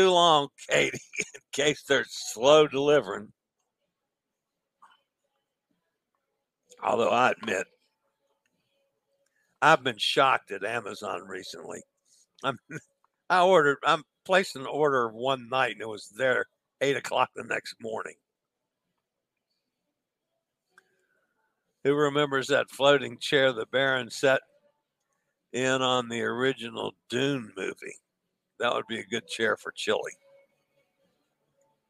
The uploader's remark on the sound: LIVE from Quantum of the Seas